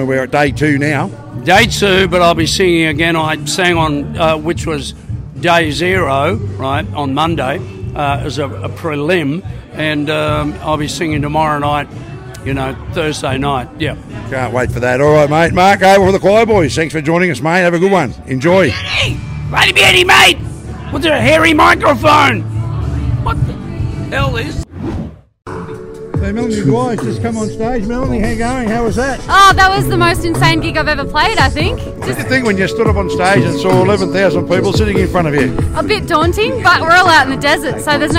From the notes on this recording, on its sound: Recorded on the ground at the Big Red Bash, hear interviews with Bashgoers, artists, volunteers and workers!